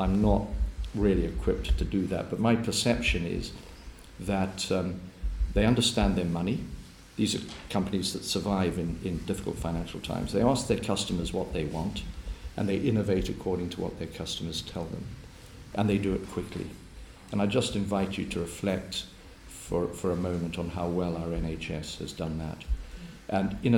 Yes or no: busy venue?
yes